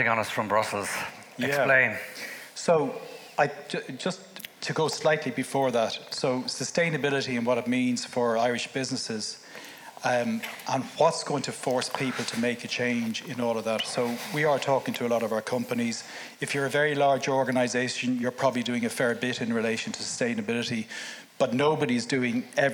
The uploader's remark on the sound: Apologies for the audio quality from 0.09 to 7.57 due to a technical problem during recording. Episode recorded in the RDS with a live audience.